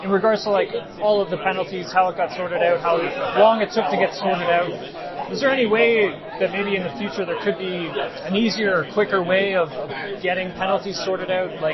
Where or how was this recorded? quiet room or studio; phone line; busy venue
busy venue